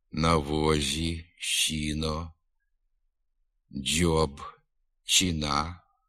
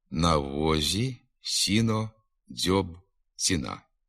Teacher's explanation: Наприклад, «на возі», «щіно», «дьоб», «чина», відома у надністрянських говорах, не становить літературної норми. У літературній мові приголосні «з», «с», «дз», «ц» вимовляються не дуже м'яко і без шиплячого призвука. · Shown in: second take · «На возі», «сіно», «дьоб», «ціна».